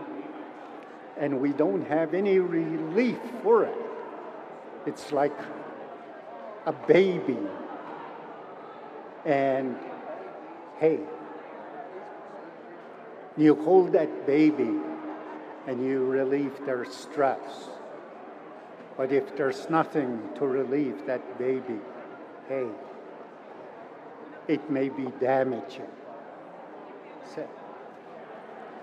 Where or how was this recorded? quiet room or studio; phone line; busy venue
busy venue